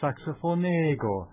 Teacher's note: Dann ist das der betonte Vokal plötzlich nicht mehr das O vom Saxophon, sondern das E vom Ego.